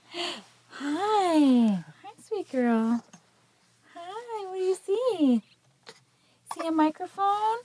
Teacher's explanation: So some of the features of motherese or infant-directed speech that have already been well-documented in the literature, which you can easily hear in that segment, include the much more exaggerated pitch contour, so the sort of swoops up and down